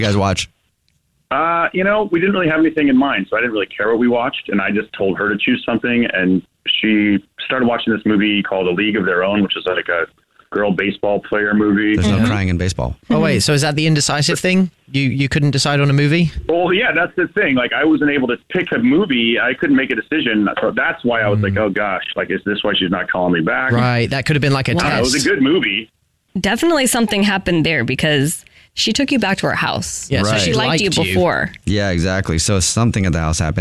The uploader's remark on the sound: We get that other person on the phone to see why they're "ghosting". Something happened when we tried to call the women that is ghosting a guy that was kind of a disaster and no one on the show, or on the phone, was ready for it!